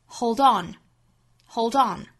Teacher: 一般的 hold on 这个单词组合呢，重音是落在后面这个音节上的